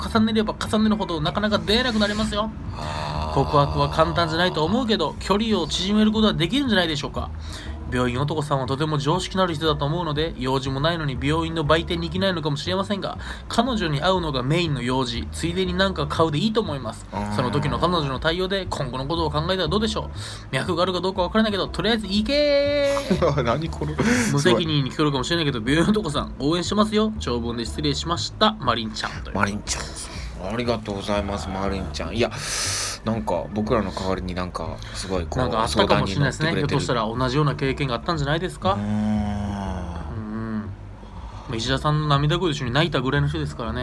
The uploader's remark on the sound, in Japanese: お花見しながら！稽古後にお花見しながらの収録です。